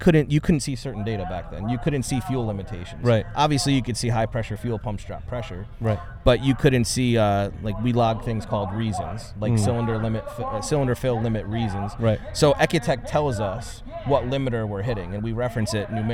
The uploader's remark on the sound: We apologize about the sound, we were only able to film this interview under these conditions at the time and we were right under one of the loud speakers at the track.